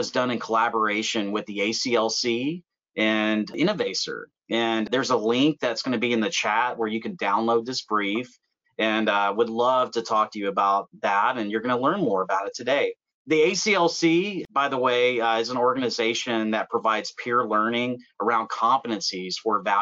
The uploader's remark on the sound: In this episode, we share the audio from a recent webinar.